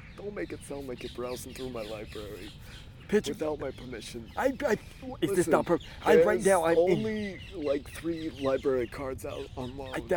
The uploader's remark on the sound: While sitting on a bench in Amsterdam. Pardon the outdoor noise on this outdoor episode.